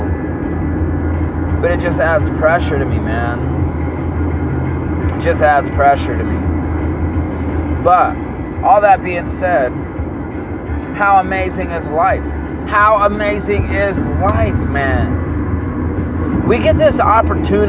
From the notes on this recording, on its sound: Please excuse the road noise.